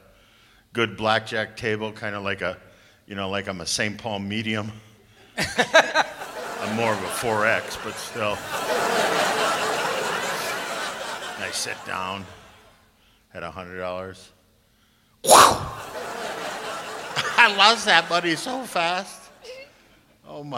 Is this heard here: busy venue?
yes